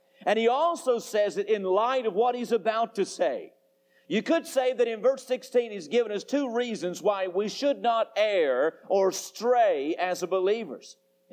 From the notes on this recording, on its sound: Temple Baptist Church Archive Podcast. During the PM service on October 17, 2001.